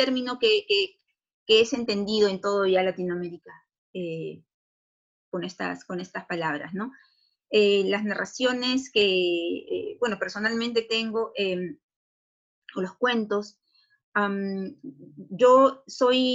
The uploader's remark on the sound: In this Zoom-podcast